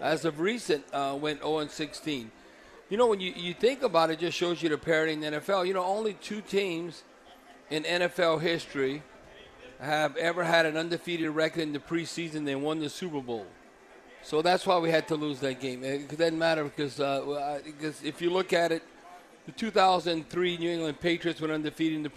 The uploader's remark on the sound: LIVE from the Silver Slipper Casino